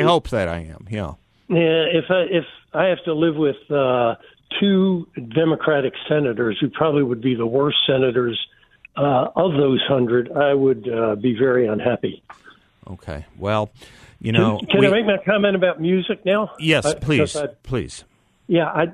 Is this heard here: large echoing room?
no